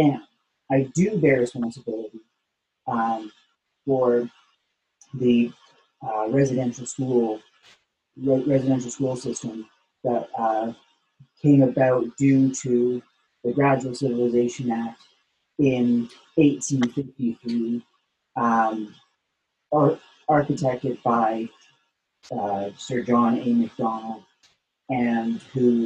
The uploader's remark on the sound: This talk was recorded over Zoom. Includes the Q&A afterwards.